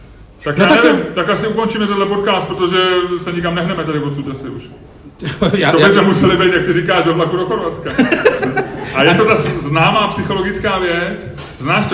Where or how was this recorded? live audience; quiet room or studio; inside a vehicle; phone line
live audience